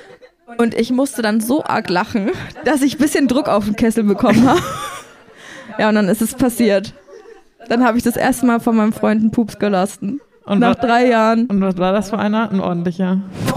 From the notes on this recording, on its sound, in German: Einen Live Auftritt von uns vergangene Woche auf dem Poddifest in Köln. Unser bisher größtes Publikum, dass wir eine Stunde lang beschallen durften.